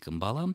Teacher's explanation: Посмотрите, да, каждая гласная здесь будет одна и та же, это будет звук «а» · Term: сингармонизм